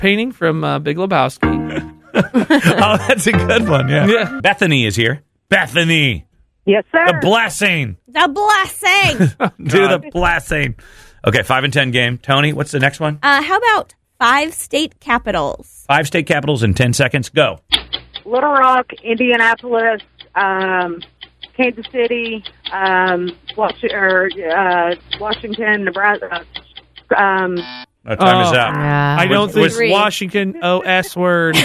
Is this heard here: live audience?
no